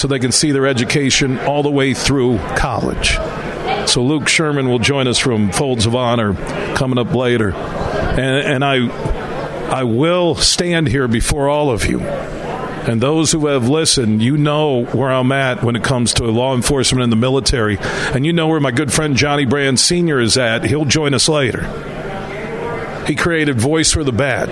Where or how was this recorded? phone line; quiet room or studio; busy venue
busy venue